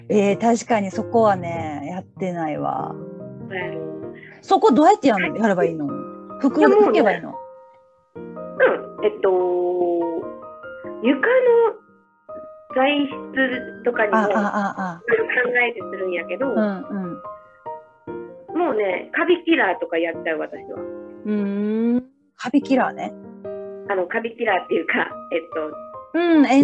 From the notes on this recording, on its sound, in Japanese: Zoomインタビューです。